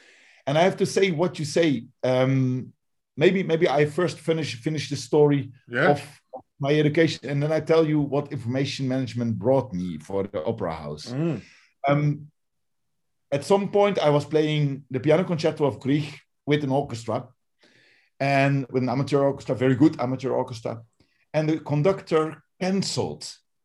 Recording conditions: video call